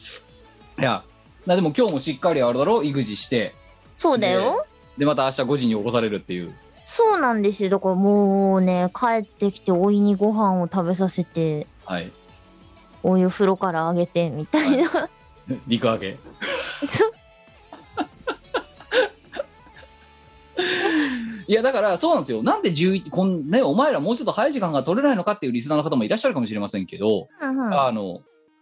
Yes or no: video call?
yes